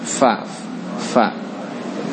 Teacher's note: Fa, jadi jangan dibaca pa, jangan dibaca pa, fa, fa. Yang menutup bibir ini ujung gigi atas, ya, ujung gigi atas, bukan bibir atas.